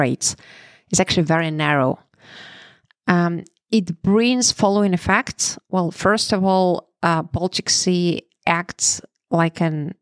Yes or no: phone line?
no